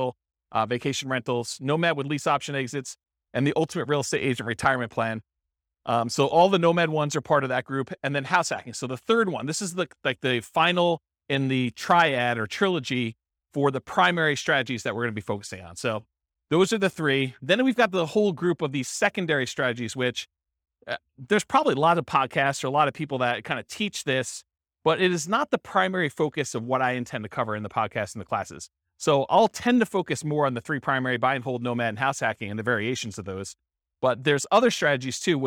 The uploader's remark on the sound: This was a live class recorded